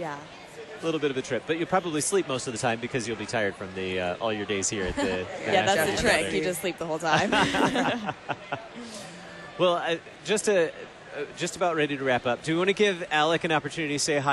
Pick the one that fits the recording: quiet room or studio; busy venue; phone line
busy venue